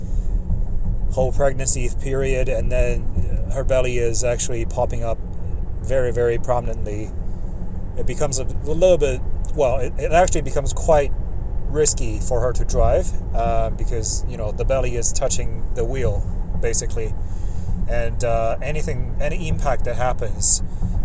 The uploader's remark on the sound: This episode was recorded on my cellphone, in 5 separate sessions over a week and then stitched together. Uncut.